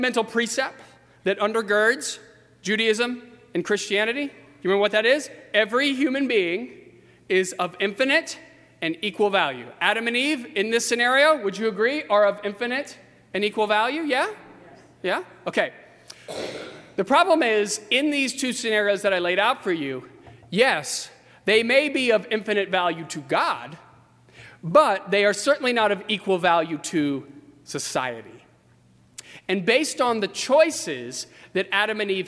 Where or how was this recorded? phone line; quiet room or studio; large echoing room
large echoing room